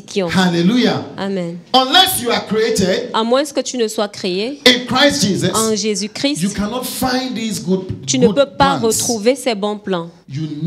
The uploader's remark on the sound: Preached during Joyful Hour Sunday Service